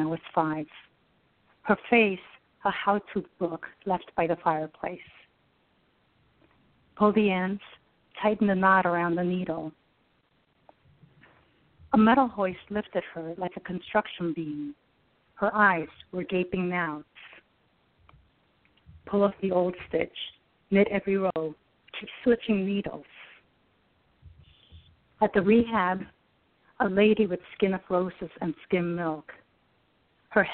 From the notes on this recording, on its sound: Special PSH Live event. A few of our top ten scoring poets were listening and called in to read their poems.